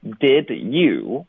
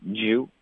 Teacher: did 后面带一个 you 的时候呢，我们就会直接把 did 给弱读成一个的的音